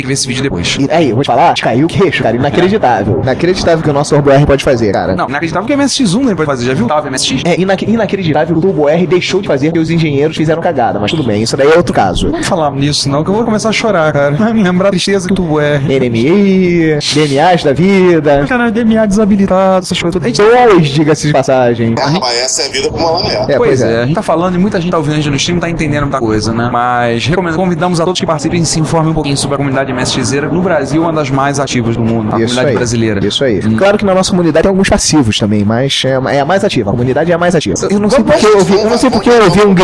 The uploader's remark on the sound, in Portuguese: Direto da MSX Jaú (e não conseguimos acertar o som, pedimos desculpas). Seção de notícias gravadas na Campus Party 2012. Músicas de fundo: Músicas variadas de MSX.